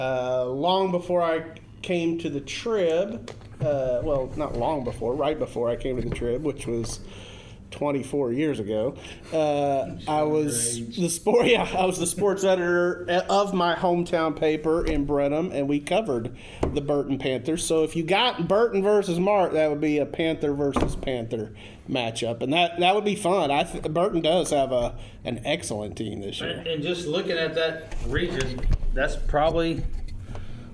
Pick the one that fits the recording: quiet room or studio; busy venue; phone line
busy venue